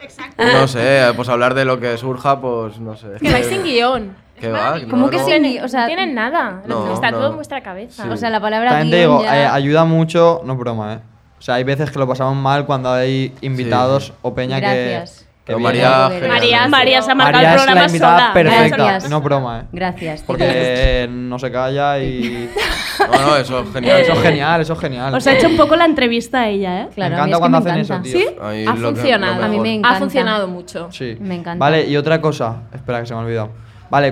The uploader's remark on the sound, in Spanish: Desde el Primavera Weekender y sin videollamada. Pillan un Alsa hasta Benidorm para grabar el episodio en vivo desde Primavera Weekender, el festival medieval de Primavera Sound desde el resort temático Magic Robin Hood. Además, cameos de compis de Radio Primavera Sound involuntarios.